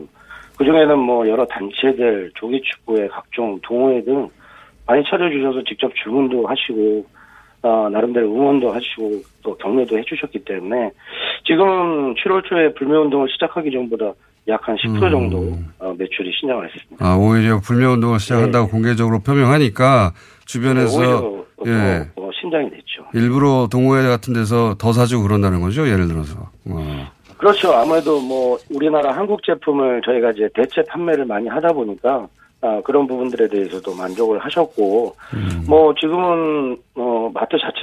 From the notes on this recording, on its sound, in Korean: 전화연결